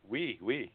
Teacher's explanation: when you put two vowels together, or an OU rather, before a vowel, you get a W sound